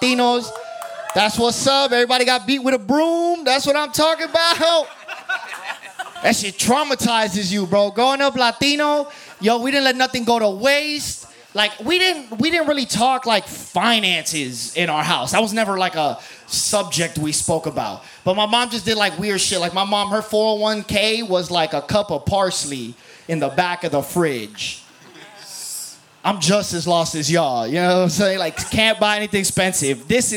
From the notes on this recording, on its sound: Recorded live at Late at the Lake, at Mozart's Coffee Roasters in Austin, Texas on Tuesday, September 27th, 2022.